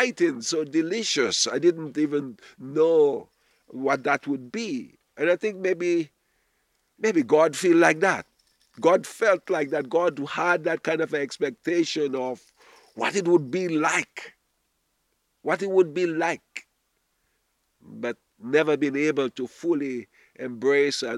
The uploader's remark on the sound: Audio from a sermon in Watford Peace Garden.